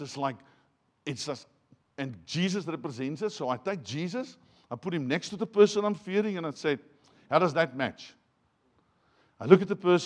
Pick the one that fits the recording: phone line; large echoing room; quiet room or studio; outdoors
large echoing room